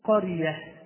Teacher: إذا وقفت على كلمة قرية أقول قرية بالهاء